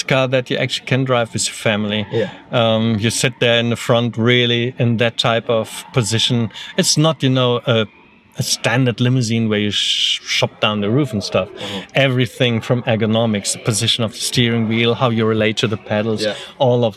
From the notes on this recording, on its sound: For this year’s Goodwood Festival of Speed, we took our microphones with us and shoved them in the faces of some of the most powerful and interesting people behind the most exciting cars in the world.